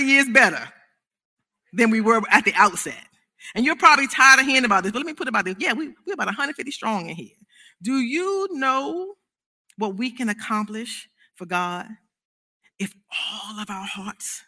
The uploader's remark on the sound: This service was recorded live on Sunday, August 8th, 2021 at Newark United Pentecostal Church.